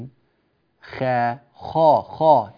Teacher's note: فخم الخاء، لا تقول ولا خوف، خا خا خا، تفخيم إلى داخل الفم